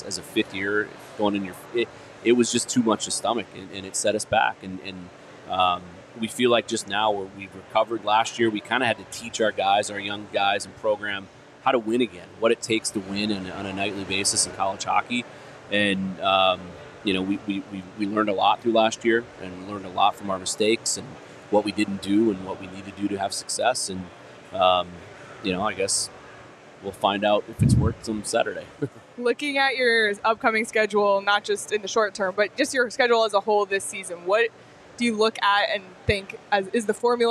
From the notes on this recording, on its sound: Welcome to the show LIVE from Four Peaks.